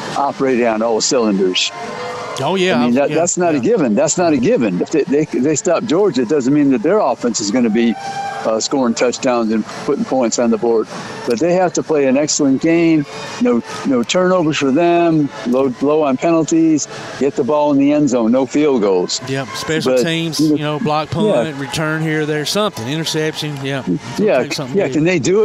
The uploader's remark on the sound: Live at the BEST Robotics tournament at Calhoun